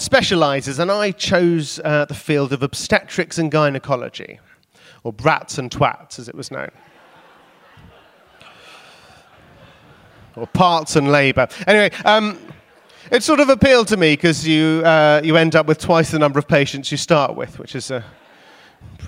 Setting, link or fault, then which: setting, busy venue